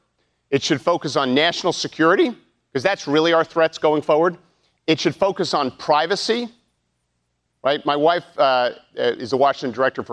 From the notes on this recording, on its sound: during a live town hall